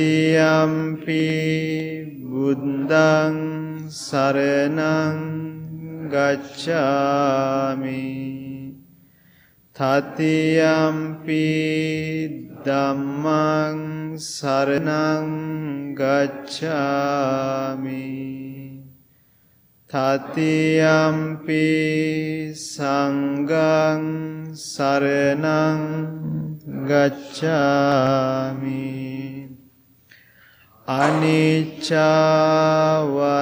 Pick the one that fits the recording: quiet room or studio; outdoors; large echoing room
large echoing room